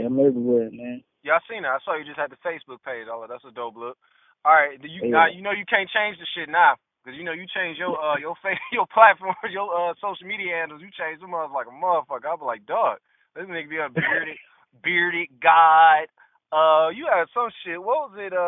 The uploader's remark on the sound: a call in interview